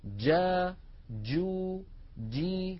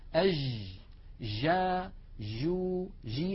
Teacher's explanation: يكون المخرج مقفولا تماما ثم ينفتح · Shown in: first take · جا جو جي. أما ما نسمعه في كثير من العاميات المعاصرة، أج جا جو جي، هذه جيم رخوة، جيم هي ولكنها ليست الجيم الفصيحة المنقولة لنا في التلاوة القرآنية. · Term: جيم شديدة